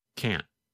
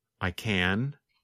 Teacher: The N sound, N, N, N, lasts longer than in the negative form. In fact, in the negative form, because the tongue and voice stop, there is almost no sound of the letter N · Shown in: first take